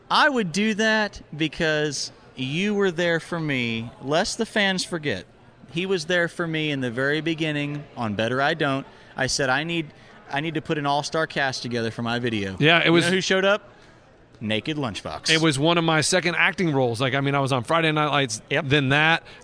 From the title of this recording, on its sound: CMA Awards Backstage Interviews